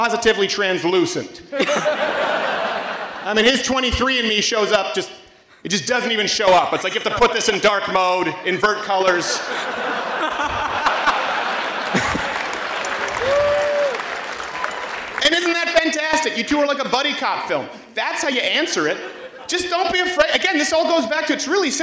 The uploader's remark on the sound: SPOOKTACULAR AT U of MICHIGAN! Performs live from the University of Michigan!